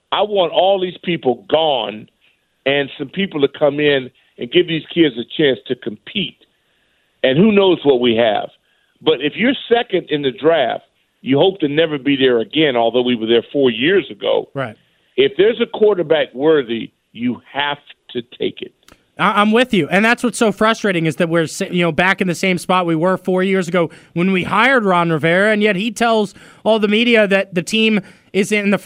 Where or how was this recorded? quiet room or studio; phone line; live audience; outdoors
phone line